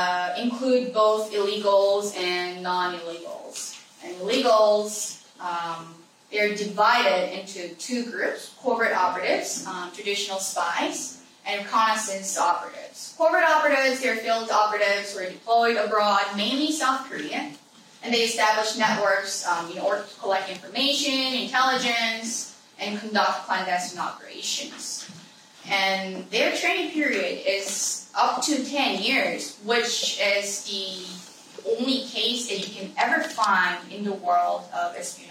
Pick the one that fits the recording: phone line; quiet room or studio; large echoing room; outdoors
large echoing room